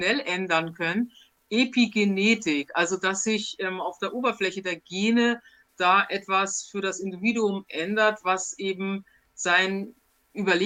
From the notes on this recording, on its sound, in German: In einem LIVE-PODCAST auf TELEGRAM